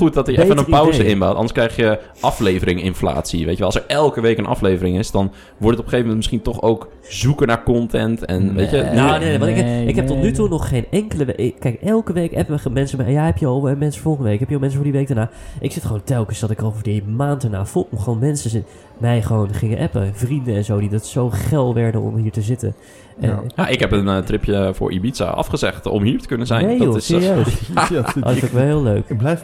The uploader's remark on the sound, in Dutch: LIVE vanuit het Casino, althans op het moment suprême was het live.